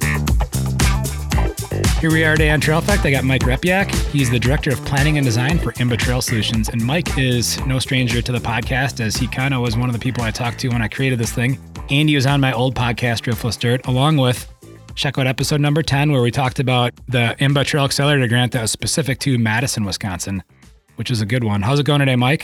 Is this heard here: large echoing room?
no